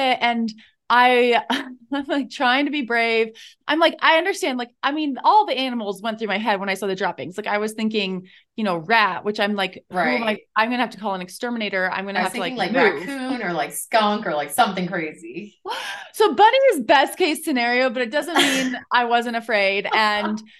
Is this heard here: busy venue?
no